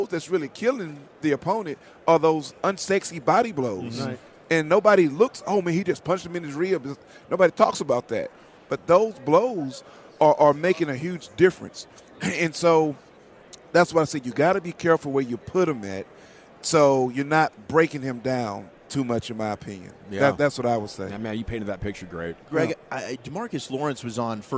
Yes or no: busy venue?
yes